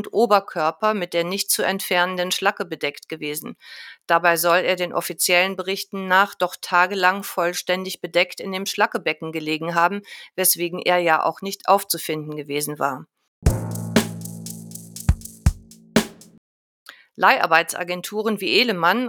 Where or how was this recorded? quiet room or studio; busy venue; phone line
quiet room or studio